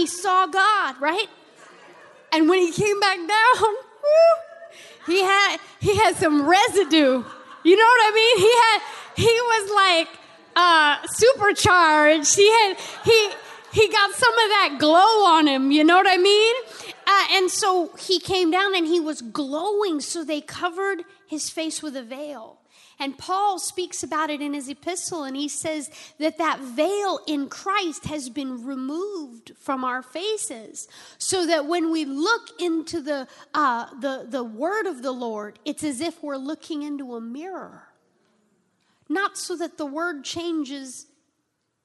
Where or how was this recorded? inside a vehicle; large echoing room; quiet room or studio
large echoing room